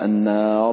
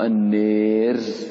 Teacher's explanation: إذا أملت الألف فترقق الراء · Shown in: second take · فلا تقول النار وإنما تقول النير بالترقيق، النير.